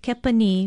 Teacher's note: Kepani is spelled K-E-P-A-N-I and pronounced kepani with a stress on the last vowel